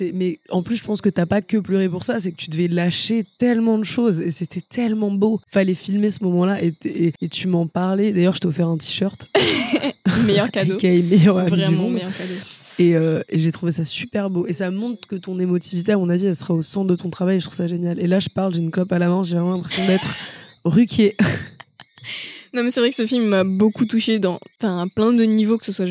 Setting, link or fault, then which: setting, outdoors